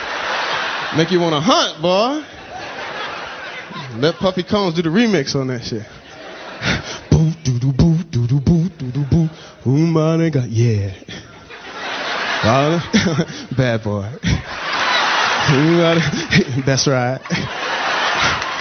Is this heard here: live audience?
yes